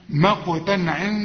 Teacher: العين من حروف الإظهار ما تغنش